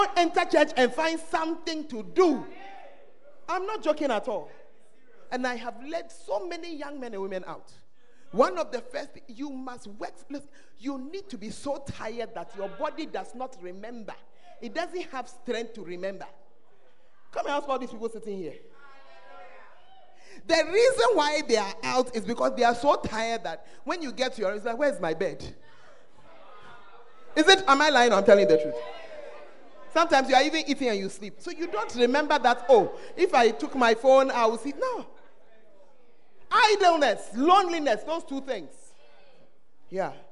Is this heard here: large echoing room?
yes